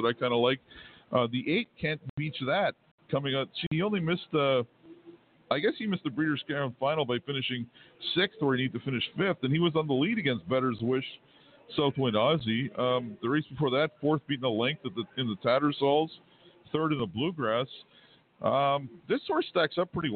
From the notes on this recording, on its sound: 2019 Breeders Crown Live from Woodbine Mohawk Park.